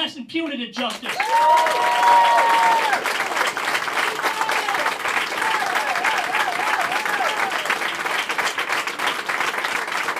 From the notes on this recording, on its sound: At kickoff campaign event in Burlington.